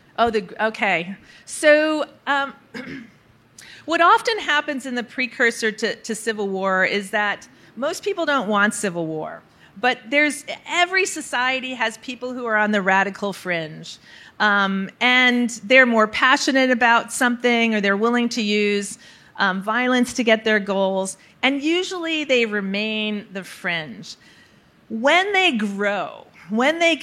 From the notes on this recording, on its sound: Recorded March 1, 2022 at the Upfront Summit.